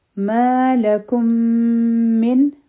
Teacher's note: نو دلته کې د میم د میم سره ادغام دی، دې ته ادغامي مثلین وایي.